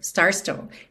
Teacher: stars stole, você não precisa fazer dois S's aqui, certo? Star stole, star stole.